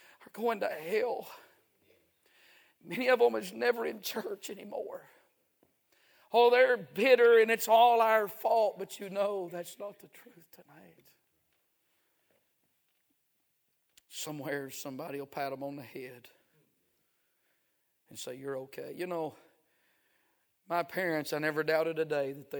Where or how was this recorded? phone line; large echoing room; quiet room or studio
large echoing room